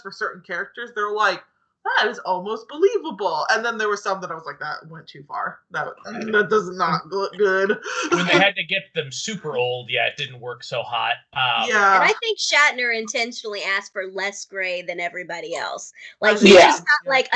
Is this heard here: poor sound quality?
yes